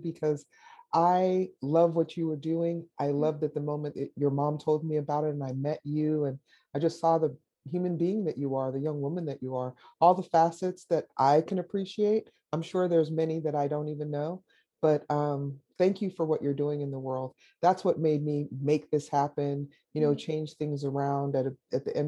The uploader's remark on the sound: It was over Zoom.